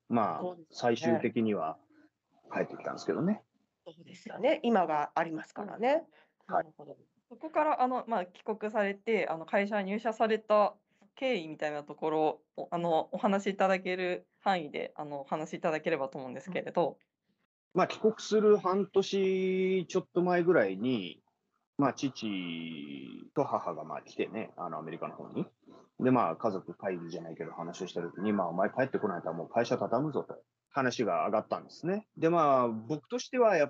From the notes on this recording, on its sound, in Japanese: teamsを用いてのオンライン収録のため、音声が聞き取りにくい部分がございます。ご了承ください。